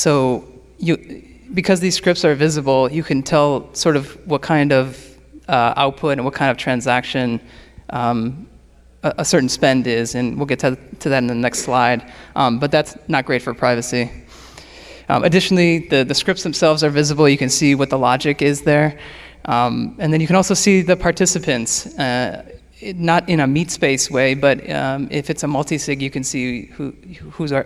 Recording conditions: live audience